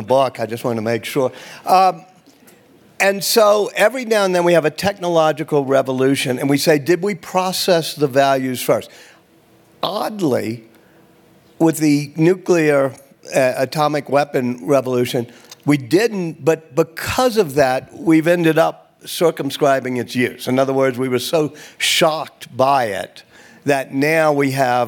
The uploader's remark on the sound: on stage at the Aspen Ideas Festival